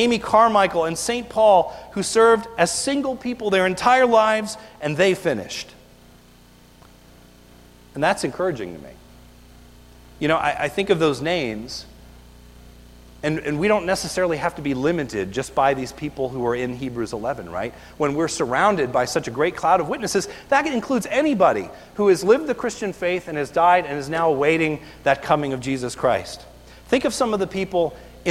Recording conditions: large echoing room